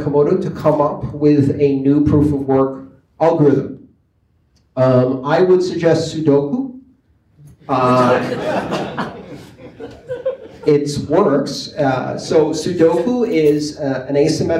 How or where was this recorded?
live audience